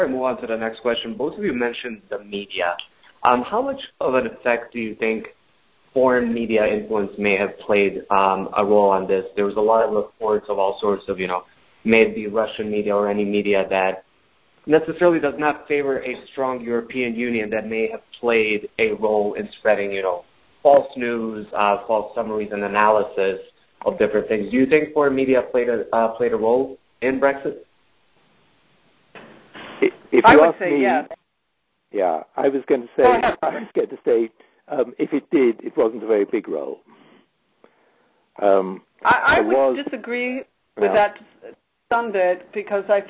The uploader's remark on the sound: The Turkish Heritage Organization hosted a recent teleconference discussion.